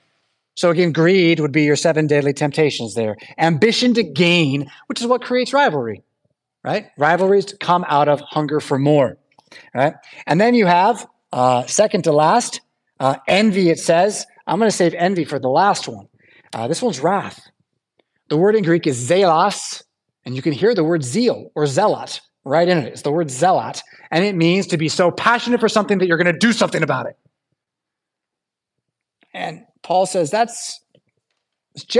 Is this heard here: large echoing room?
yes